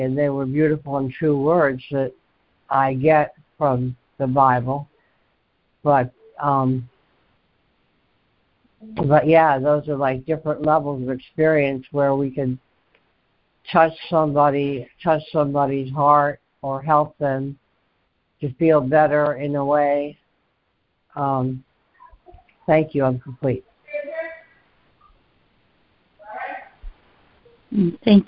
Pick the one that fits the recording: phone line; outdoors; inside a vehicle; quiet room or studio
phone line